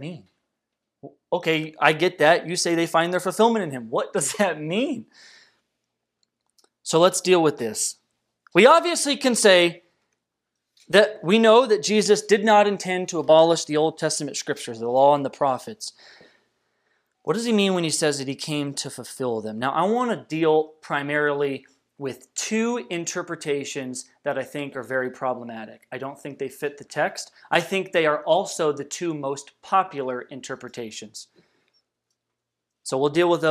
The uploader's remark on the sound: This message was delivered on November 22nd, 2020 at Redeemer Community Church.